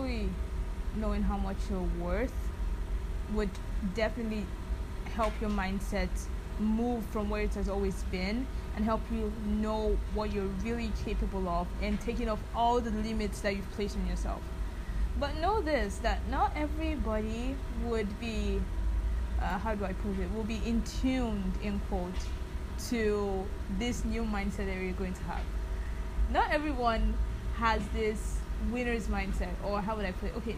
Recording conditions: background noise